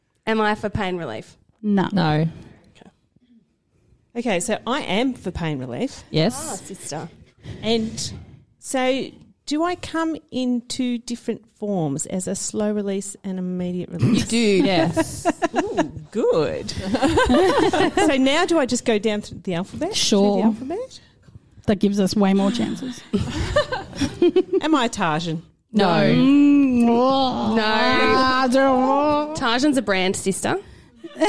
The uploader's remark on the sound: LIVE Episode. Shits & Gigs 2 was recorded in front of a live audience. Big thank you to super fans who came along to support our LIVE recording and gave us a cheeky helping answer here and there.